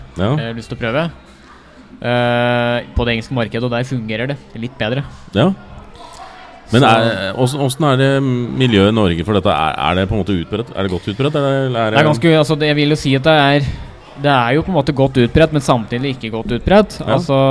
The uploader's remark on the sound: LIVE PODCAST